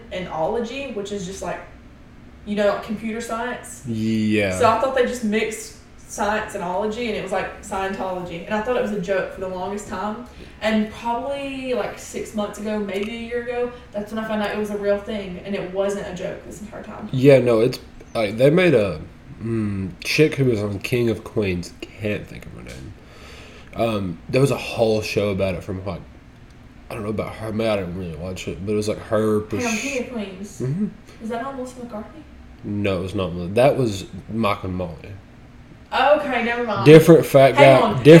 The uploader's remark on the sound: This was one of the more heated episodes so maybe an headphone warning is necessary.